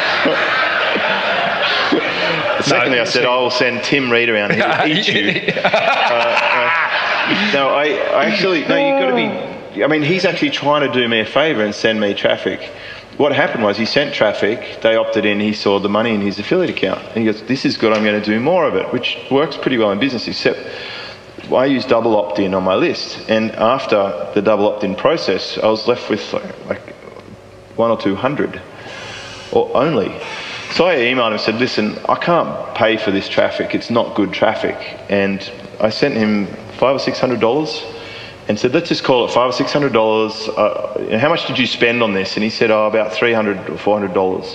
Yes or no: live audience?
yes